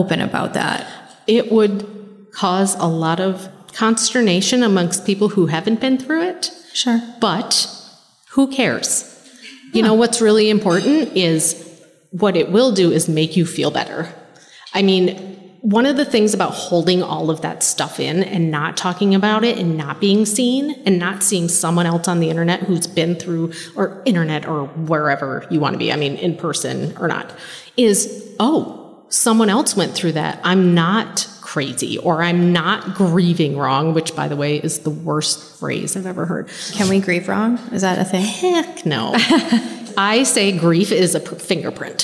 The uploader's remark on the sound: This is a very exciting episode as it is our very first live episode recorded at our annual gala!